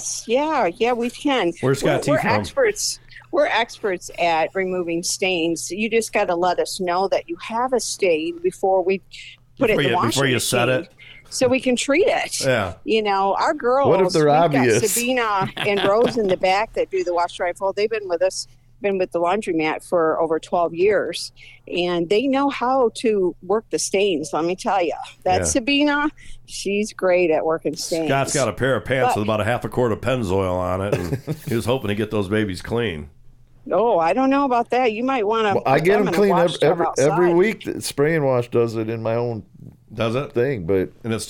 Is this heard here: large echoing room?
no